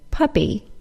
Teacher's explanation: the middle two P's of the word puppy are said as just one P sound. We say puppy, not pup-pee.